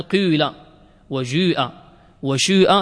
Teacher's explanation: الإشمام وهو أن تأتي بالحرف على حركة ما بين الضم والكسر، تشرب هذه لهذه أو تشم هذه بهذه، وهو يظهر في النطق ولا يظهر في الخط.